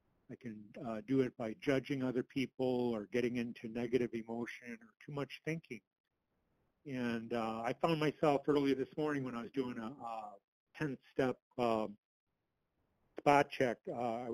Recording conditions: phone line